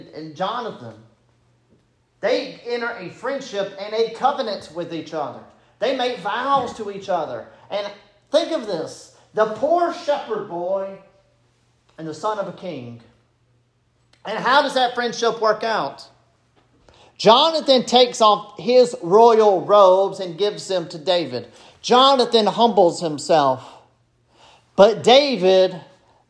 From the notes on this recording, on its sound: This sermon was preached at Bethesda Presbyterian Church on April 16, 2023.